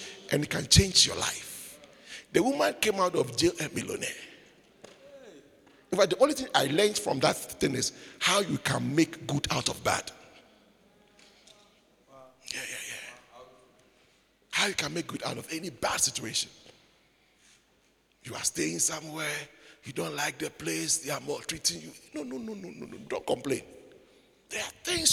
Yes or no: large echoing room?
yes